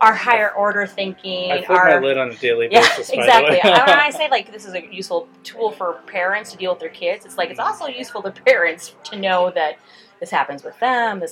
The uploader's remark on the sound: Live at Daly's